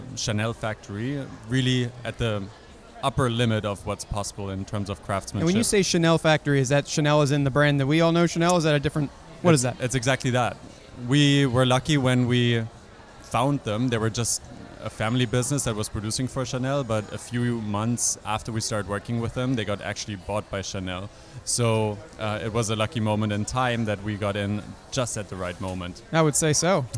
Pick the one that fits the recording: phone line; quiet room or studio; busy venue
busy venue